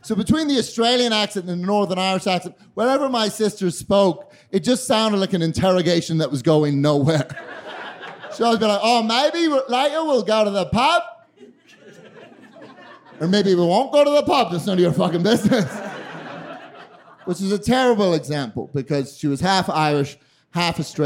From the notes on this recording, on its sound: During a special edition of The Narrators at High Plains Comedy Festival last September. During a special edition of The Narrators at High Plains Comedy Festival last September.